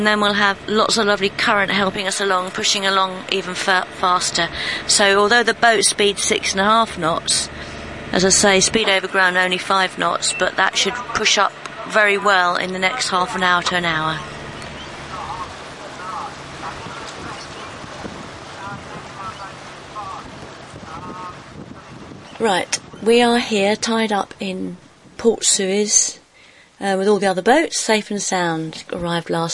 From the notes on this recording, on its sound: This is the second of the podcasts recorded whilst transiting the Suez Canal from north to south. In this episode we witness our normally placid pilot lose it when we run over fishing nets...